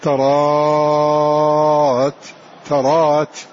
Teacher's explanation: همزة متوسطة بعد ألف تسهيلها مع المد والقصر تراءت تراءت وجهان.